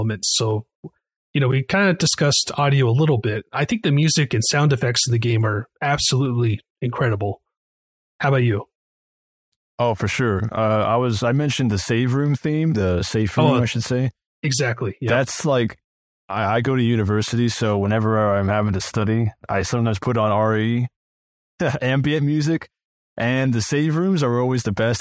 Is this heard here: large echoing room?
no